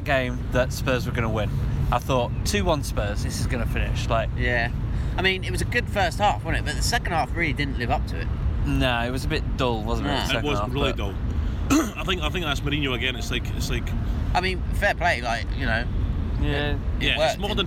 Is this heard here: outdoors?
yes